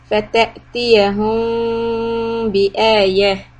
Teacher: the ميم is followed by letter باء إخفاء شفوي stop for two حركات